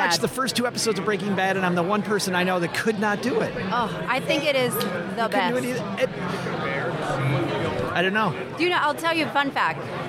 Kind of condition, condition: setting, busy venue